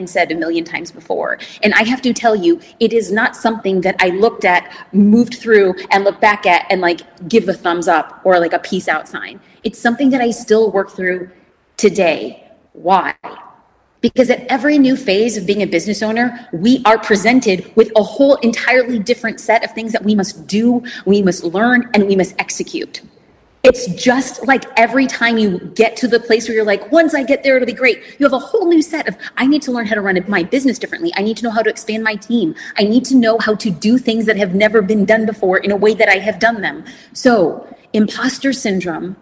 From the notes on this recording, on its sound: A recording from a Q+A I did after my keynote presentation at the Manychat convention. What you’re about to hear is a recording from a Q+A I did after my keynote presentation at the Manychat convention, Conversations . The business owners there asked such amazing questions about business, social media, and everything in between.